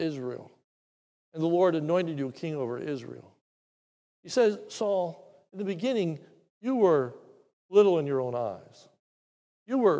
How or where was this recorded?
large echoing room